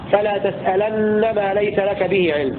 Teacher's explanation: وقرأ ابن كثير بفتح اللام وفتح النون مشددة فلا تسألن ما ليس لك به علم